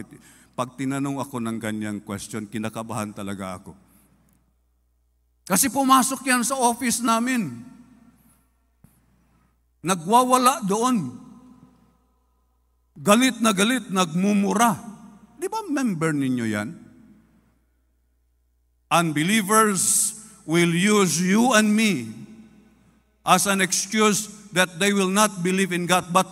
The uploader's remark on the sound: This podcast was recorded live last April 9, 2023 during our FIRST 4:30 am Sunrise Service at Zamboanga City Alliance Evangelical Church.